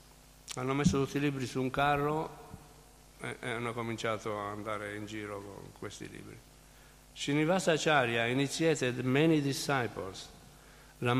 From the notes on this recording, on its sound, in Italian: in diretta dal Tempio di Villa Vrindavana